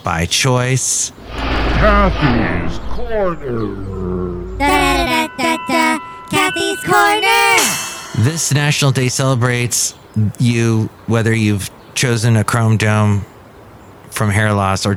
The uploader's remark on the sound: podcasts live from Café Anyway